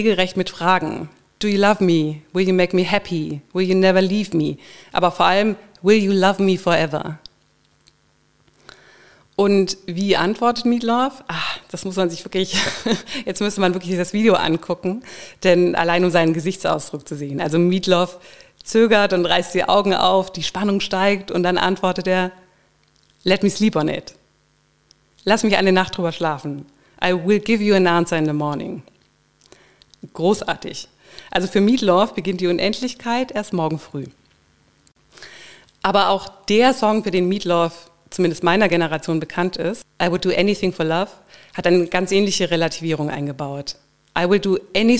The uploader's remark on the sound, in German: Mein Vortrag bei der Jahrestagung der Deutschen Gesellschaft für Ästhetitk 2021, als Teil des Panels 'Jenseitsverlust und Ichgewinnung'.